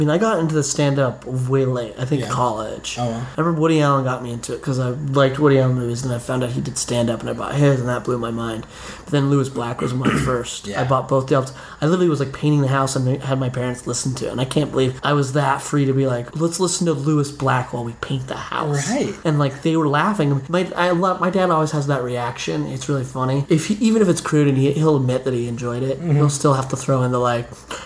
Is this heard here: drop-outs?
no